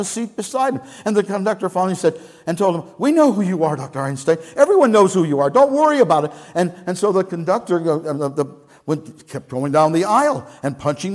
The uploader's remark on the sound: Message Preached at Valley Creek Church